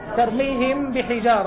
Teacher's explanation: أخفي الميم واجعل فيها غنة، متى؟ إن تسكن لدى باء، هذا ترتيب الكلام في النظم. · Term: إخفاء